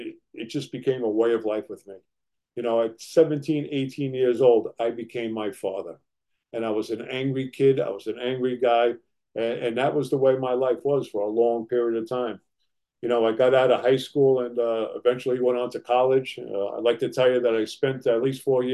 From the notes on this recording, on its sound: Grace Group Zoom Meeting. At the Grace Group Zoom Series in Hattiesburg, MS.